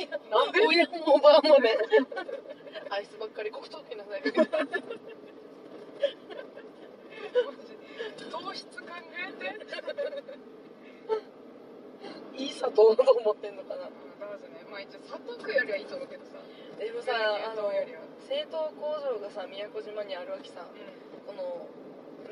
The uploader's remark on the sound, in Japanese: ドライブ恩納村編。ふらふらとたどり着いた恩納村での。ドライブ収録続きです。